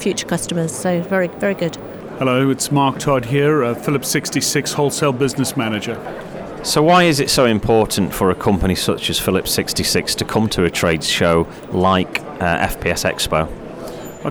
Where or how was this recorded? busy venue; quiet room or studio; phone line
busy venue